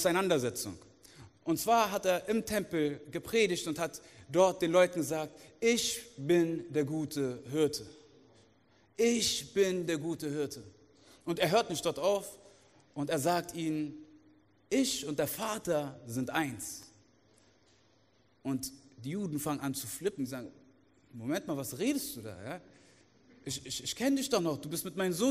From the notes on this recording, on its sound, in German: aus unserem Gottesdienst